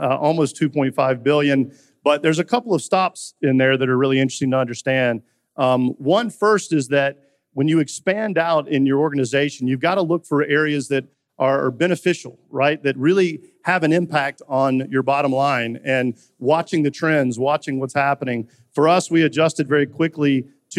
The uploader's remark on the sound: live from the Future of Supply Chain Conference in Northwest Arkansas